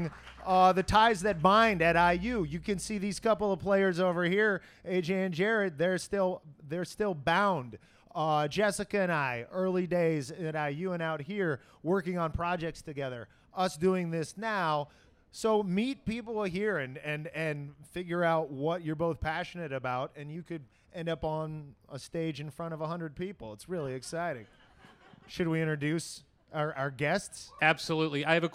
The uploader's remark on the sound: a live taping of their show in Santa Monica